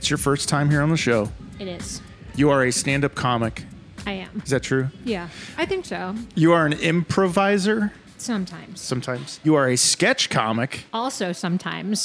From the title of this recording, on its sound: TAQUERIA LA NUEVA-WESTPORT! On Location!